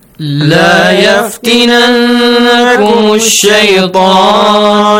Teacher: you pronounce the noon clearly with an extension